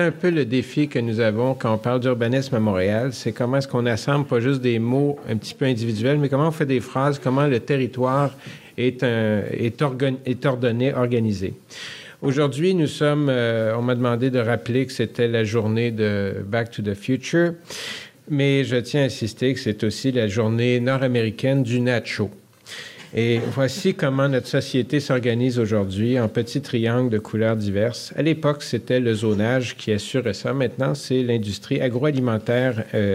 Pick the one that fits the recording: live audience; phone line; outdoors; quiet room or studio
live audience